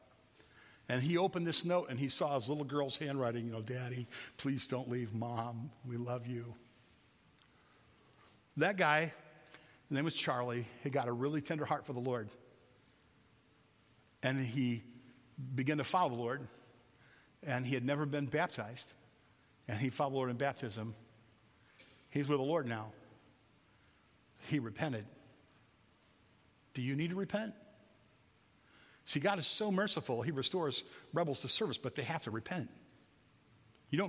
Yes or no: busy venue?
no